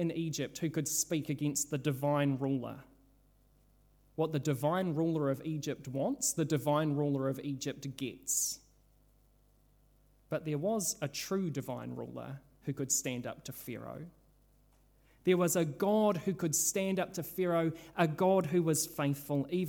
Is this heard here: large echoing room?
yes